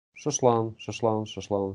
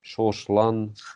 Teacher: поскольку ударение падает на А, вот это О редуцируется · Shown in: first take · И слышно непонятно что. · Term: редуцированный звук